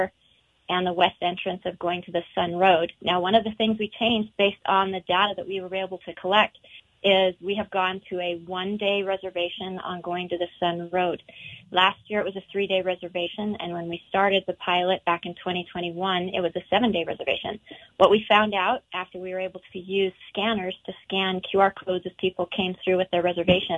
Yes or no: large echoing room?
no